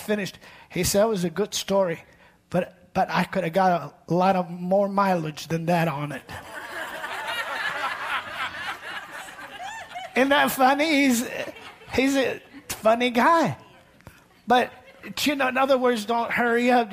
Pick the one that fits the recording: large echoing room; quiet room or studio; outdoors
large echoing room